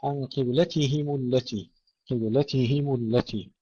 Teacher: قبلتهم التي، كسر الهاء وضم الميم